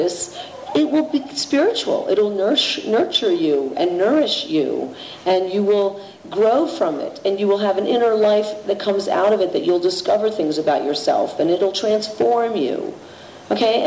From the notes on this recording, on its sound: This is the second part of the Art Panel presentation for the Palenque Norte lectures at the 2006 Burning Man festival. This program consists of the remaining Q&A with the audience.